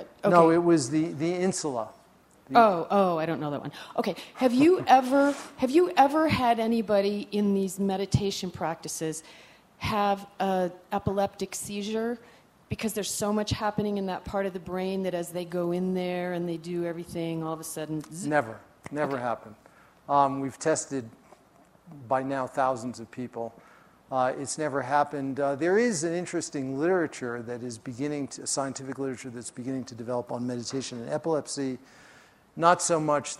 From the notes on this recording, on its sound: during his talk at the Festival